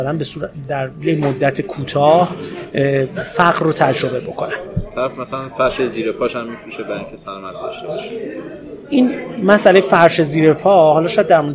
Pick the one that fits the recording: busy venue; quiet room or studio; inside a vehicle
busy venue